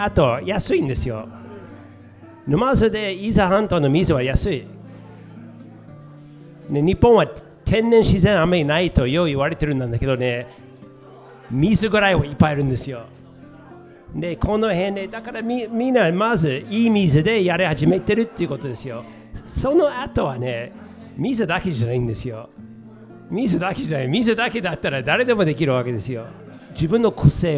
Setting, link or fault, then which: setting, live audience